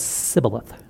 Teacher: the Ephraimites had no sh sound in their language, so it would come across as sibboleth